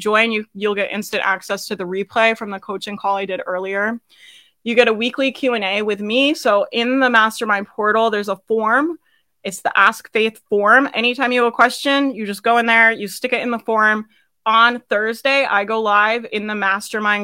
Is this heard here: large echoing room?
no